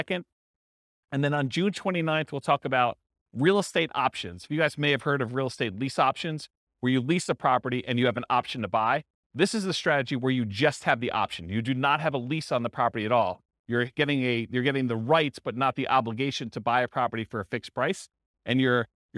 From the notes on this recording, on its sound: This was a live class recorded